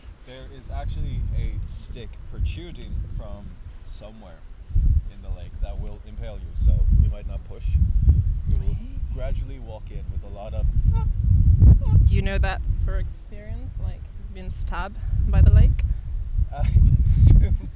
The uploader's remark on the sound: Apologies for the wind.